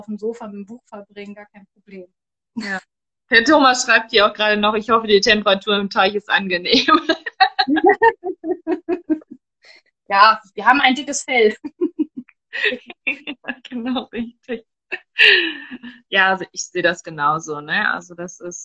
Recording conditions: video call